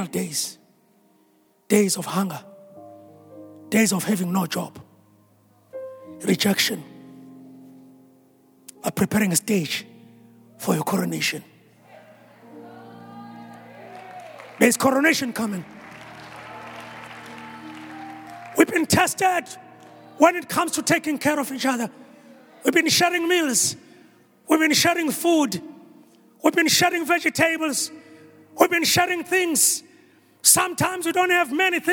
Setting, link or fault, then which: setting, large echoing room